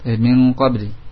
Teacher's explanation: Nun sukun di depannya qaf. Sehingga di gunnahkan pula. Karena ikhfa ma'al gunnah.